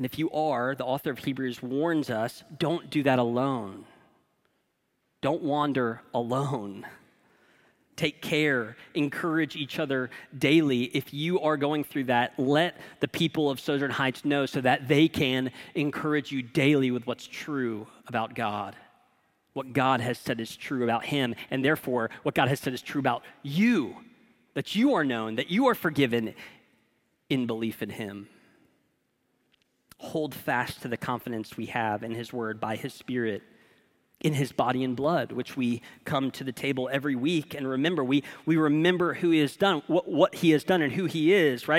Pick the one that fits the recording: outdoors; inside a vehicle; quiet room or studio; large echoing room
large echoing room